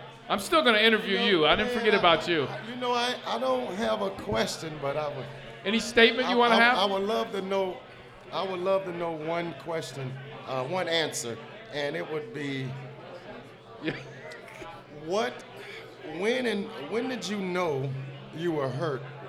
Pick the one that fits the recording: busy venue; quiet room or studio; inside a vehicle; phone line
busy venue